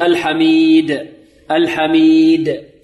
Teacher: قلقل لا تميل لا إلى كسر ولا إلى فتح ولا إلى ضم · Term: تقلقل